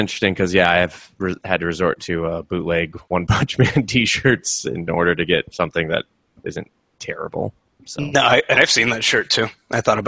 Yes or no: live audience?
no